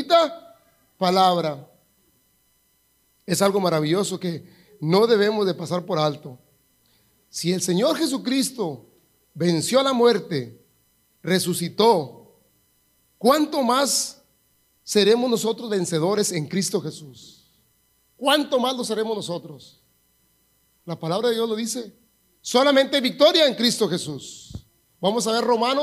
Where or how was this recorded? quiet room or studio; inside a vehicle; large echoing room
large echoing room